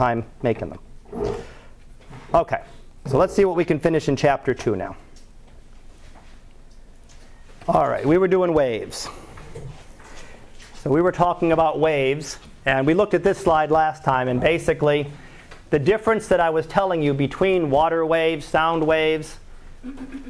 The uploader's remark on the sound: Live Class Lecture